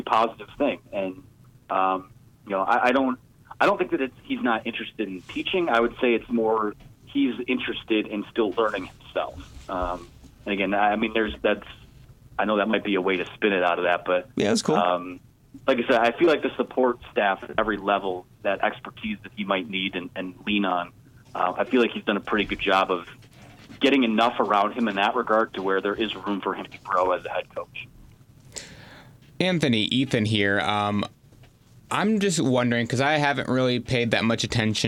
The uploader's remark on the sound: In-studio. Joined on the phones by special guests.